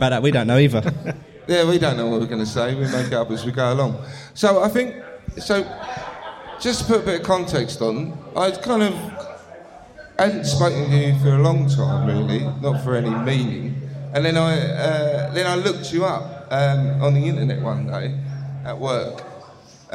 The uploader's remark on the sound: This episode was recorded as part of our live show. As part of their live recording in Margate.